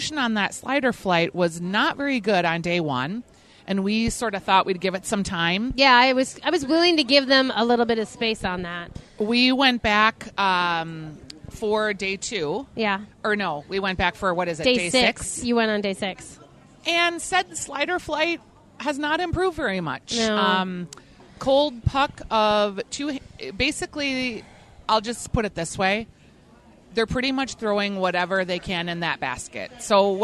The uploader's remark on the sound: From the Minnesota State Fair. Live from the Peg which is the only full service restaurant at the fair.